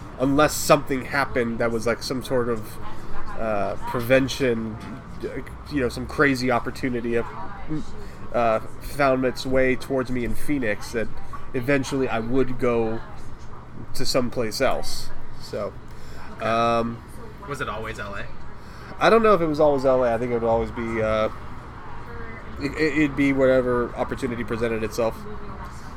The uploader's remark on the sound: at Original Chop Shop for lemonades and technical difficulties